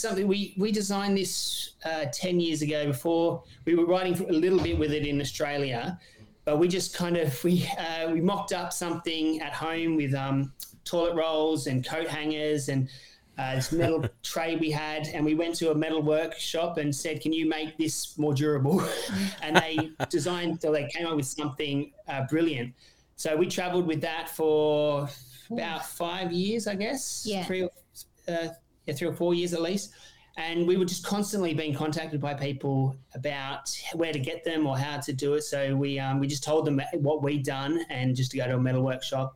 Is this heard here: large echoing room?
no